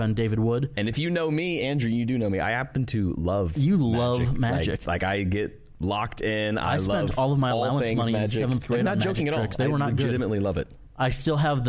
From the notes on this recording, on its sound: Live from #nywc19. We were live from room 9 at the beau-tiful Tampa Convention Center.